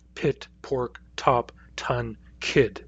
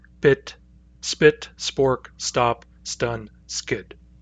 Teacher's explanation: We get the aspirated PTK at the beginning of the word · Shown in: first take · : pit, pork, top, ton, kid.